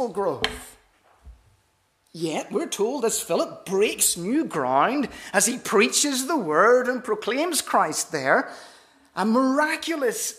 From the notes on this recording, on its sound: This is the recording of the Bible reading and talk from our missionary service on Sunday 2nd April 2023.